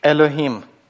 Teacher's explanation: просто начинайте говорить гласное, просто не надо никакого йод там произносить.